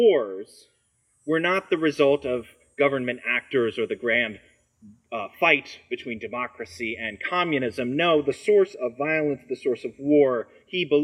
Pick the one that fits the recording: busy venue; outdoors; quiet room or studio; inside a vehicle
outdoors